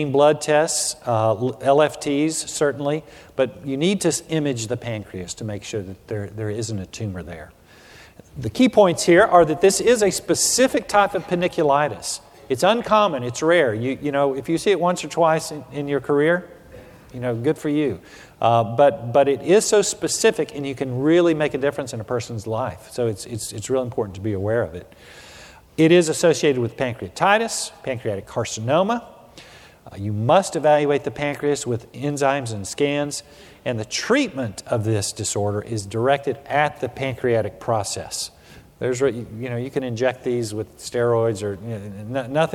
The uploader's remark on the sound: Recorded at the 2013 SDPA Fall Conference in Atlanta.